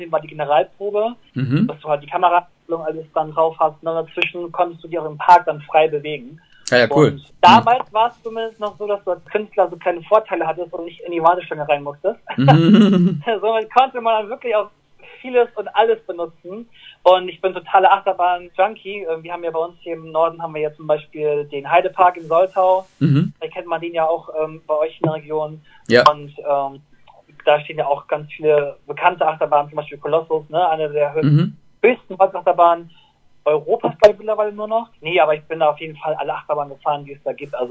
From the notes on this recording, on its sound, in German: Der sympathische Sänger stand uns außerdem für ein interessantes Telefoninterview zur Verfügung.